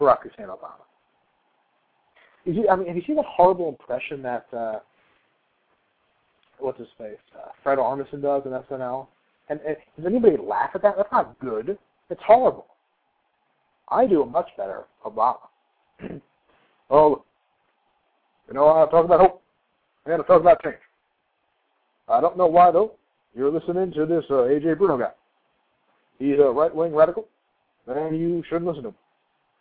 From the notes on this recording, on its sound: receive a surprise phone call